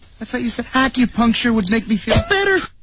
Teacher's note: said acupuncture would make me feel better.对，这句话有点意思哈。关键词 acupuncture better 这两个词读的是 better 啊，这两个单词是关键词。那么这句话呢，就是在扎针灸的时候啊，对方扎的时候突然间扎到一个点上的话说到那儿的时候这种感觉，扎到了 better 这个位置啊。好，那么语调呢自然的就升了上去啊，自然升了上去